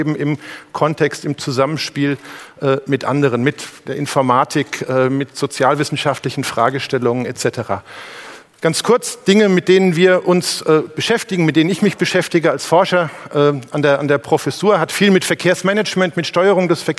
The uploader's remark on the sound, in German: beim auto motor und sport Kongress 2019